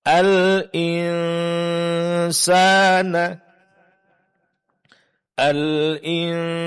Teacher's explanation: nun di sini didengungkan ketika dia sukun, setelahnya terdapat huruf sin, yaitu ikhfa